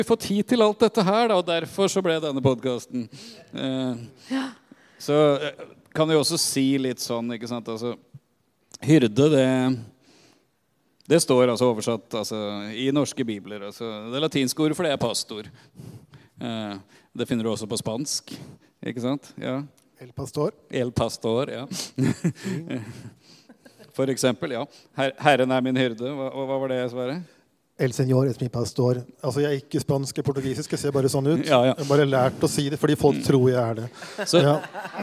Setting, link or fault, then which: setting, live audience